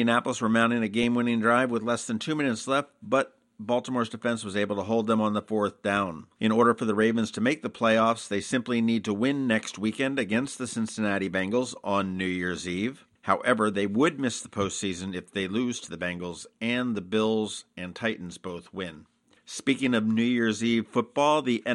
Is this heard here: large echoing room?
no